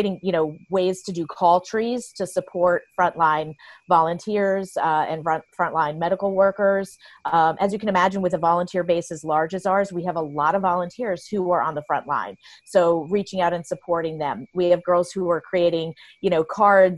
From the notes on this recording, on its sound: talked with her via Zoom